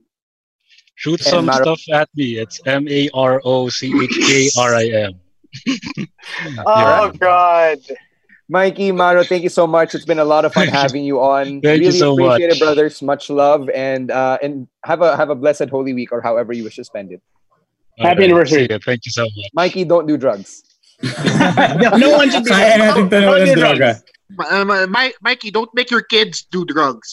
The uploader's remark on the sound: We also took your calls, because that's something we can do now, and the results were great!